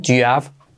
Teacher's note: ¿Veis cómo me salto la H?